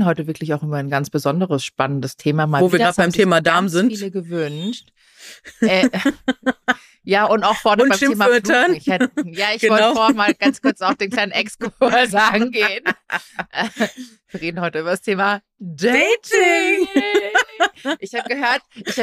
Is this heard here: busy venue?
no